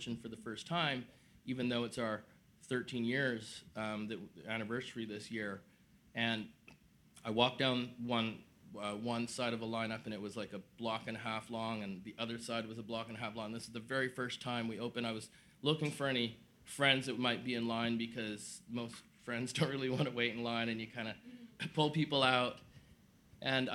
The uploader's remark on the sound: This episode is a special edition, in partnership with Herschel Supply & Herschel Vancouver. Live conversation slash live podcast recording with us at their Robson Street location, bringing the community together for an fun, inspiring night. To friends and community who came out last Tuesday evening.